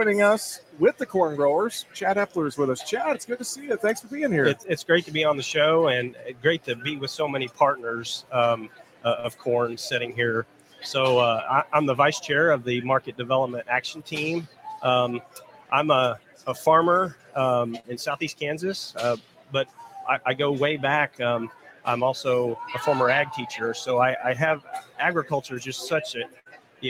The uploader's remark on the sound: We broadcast live from Commodity Classic with the National Corn Growers Association.